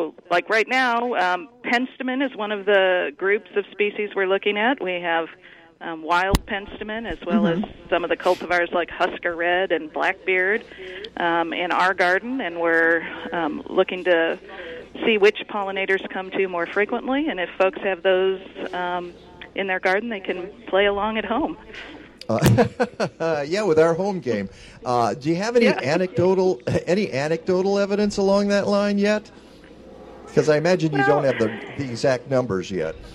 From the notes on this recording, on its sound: WCGO Radio is broadcasting live from Evanston's Custer Fair.